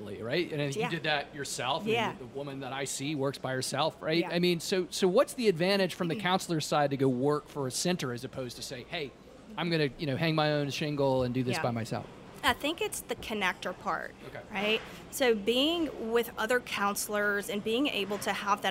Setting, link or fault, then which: setting, busy venue